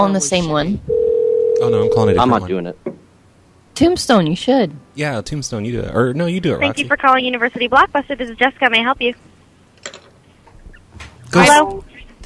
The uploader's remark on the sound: …'s Personal Prank Phone Calls Collection.